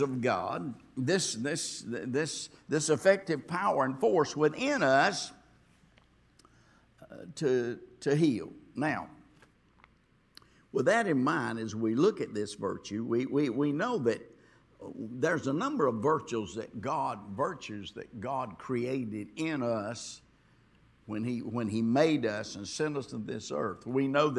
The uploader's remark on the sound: this was recorded on Friday at Abundant Living Ministries.